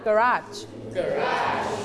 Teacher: garageเราสเตรทที่พยางค์ที่สองนะคะ